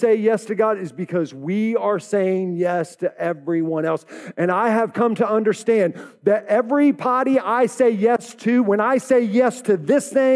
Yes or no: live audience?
yes